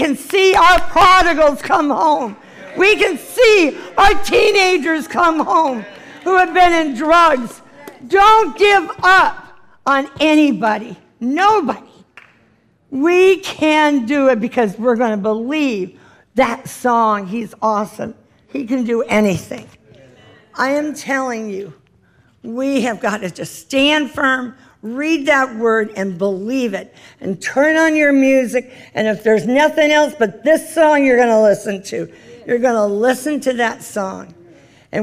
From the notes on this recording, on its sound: This is the full replay of the LIVE Rejoice Pompano Bible Study from April 2018